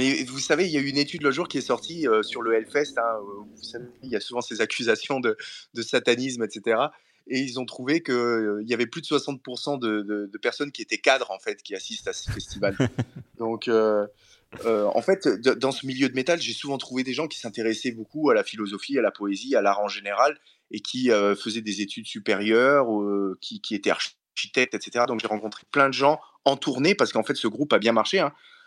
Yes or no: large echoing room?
no